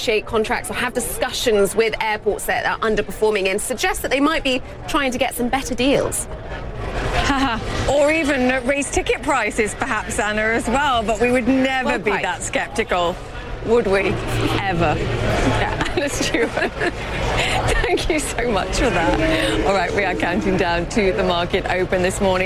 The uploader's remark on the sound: Live from the New York Stock Exchange.